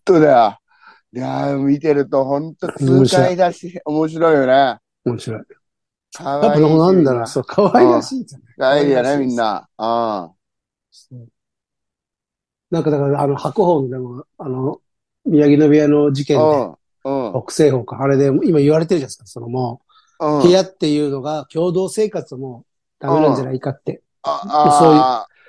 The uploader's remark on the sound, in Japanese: ZOOMで収録